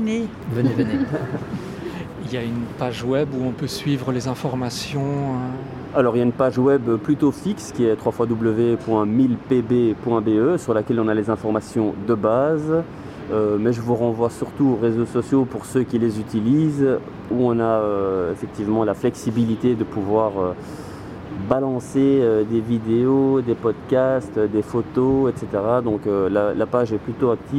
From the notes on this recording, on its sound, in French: Une émission en direct des Halles Saint-Géry.